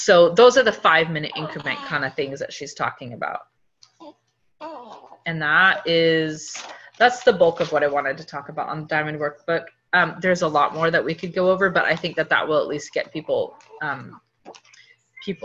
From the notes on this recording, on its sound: Team get-together on Zoom to kick off the new year.